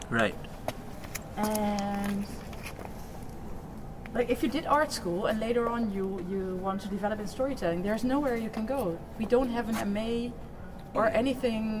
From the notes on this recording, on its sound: recorded in Utrecht while sketching beside the Domkerk, speaking with urban sketchers and random passersby who stopped